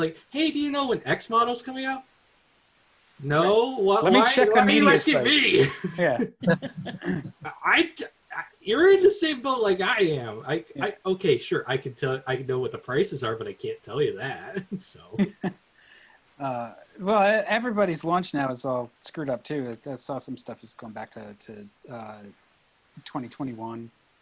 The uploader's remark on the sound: This week the crew took to Zoom for our first live show with our listeners.